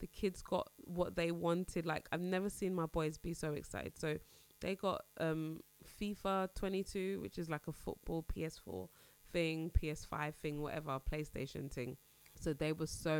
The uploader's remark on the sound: Excuse the buzzing in this episode, I really don't know what was happening.